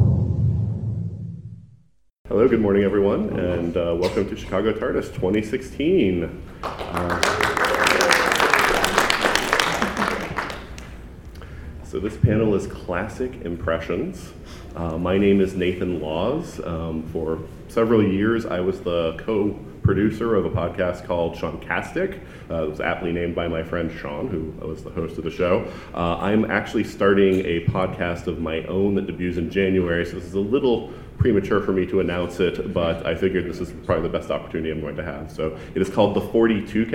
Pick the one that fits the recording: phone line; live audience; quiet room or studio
live audience